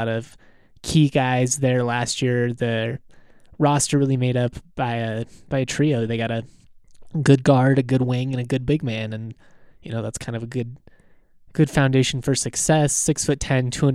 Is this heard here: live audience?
no